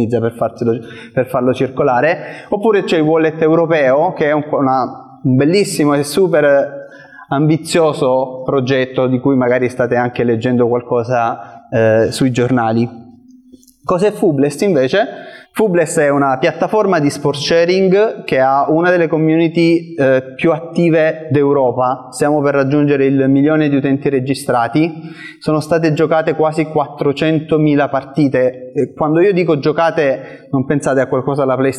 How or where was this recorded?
live audience